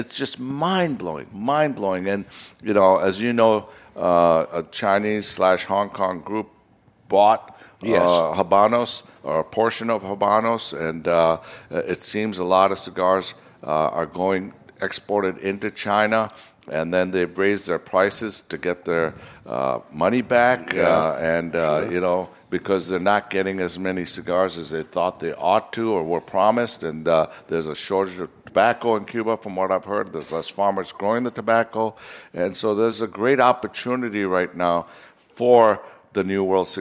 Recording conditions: live audience